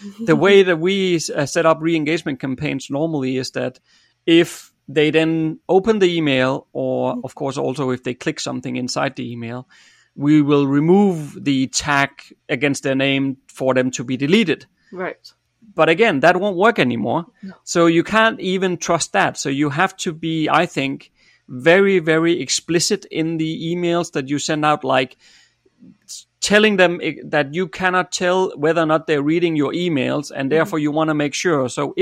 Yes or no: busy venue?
no